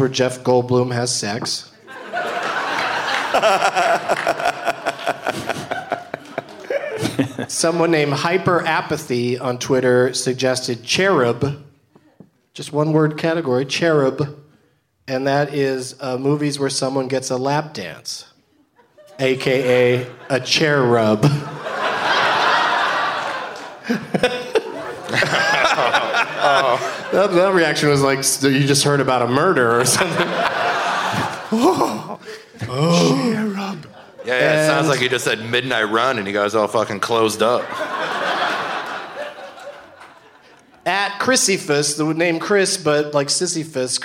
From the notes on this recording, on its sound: Live once again from the Traverse City Winter Comedy Arts Festival